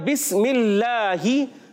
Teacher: ठीक है वो पुर हुआ और यहाँ बिस्मिल्लाही अल्लाह के लाम अल्लाह पाक के लाम से पहले ज़ेर है इसलिए यहाँ बारीक होगा